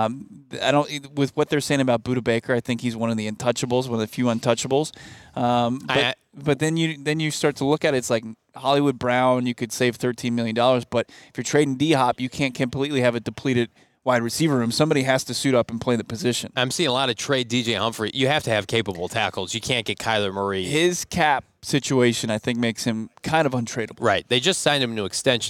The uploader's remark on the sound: LIVE from the NFL Scouting Combine